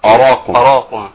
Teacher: هناك من يفخم ايضا الهمزه من اجل ان هناك الراء برضه. ان الراء مفخمه.